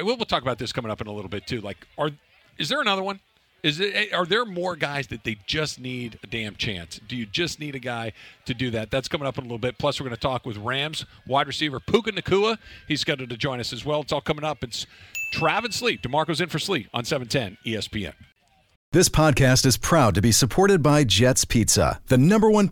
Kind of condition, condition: setting, outdoors